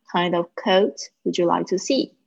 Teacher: 这个注意一下 kind of 也可以连音的哈